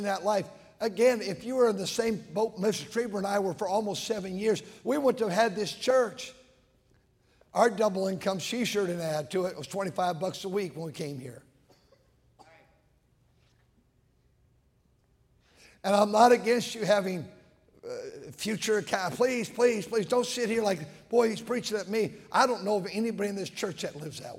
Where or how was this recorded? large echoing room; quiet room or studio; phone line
large echoing room